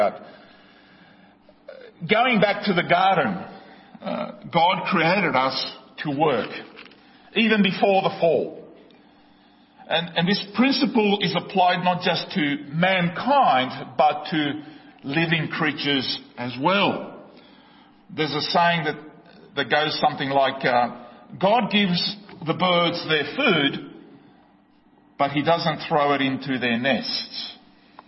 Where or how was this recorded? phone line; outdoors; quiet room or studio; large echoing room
large echoing room